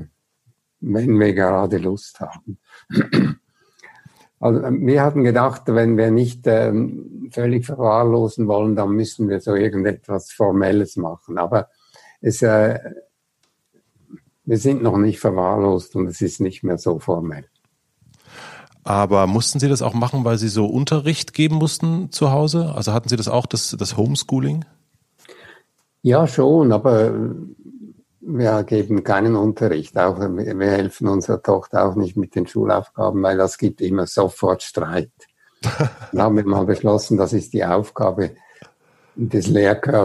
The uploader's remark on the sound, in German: Wir sprechen per Zoom, zwischen Zürich und Berlin, ausführlich über das Schreiben.